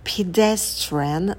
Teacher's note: Здесь pedestrian на P добавляем придыхание.